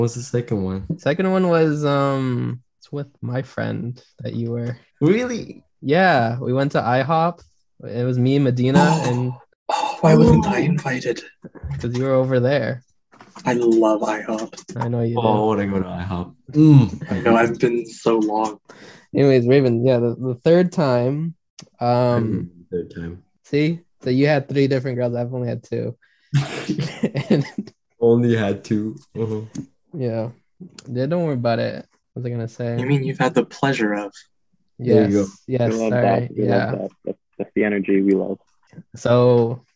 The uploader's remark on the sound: on Zoom for this session